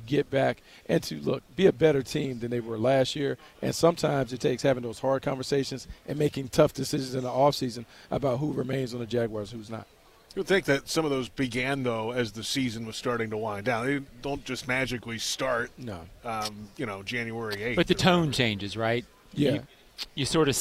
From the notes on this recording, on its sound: live from the NFL Combine